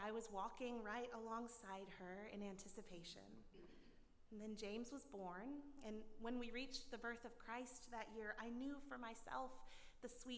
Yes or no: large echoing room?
yes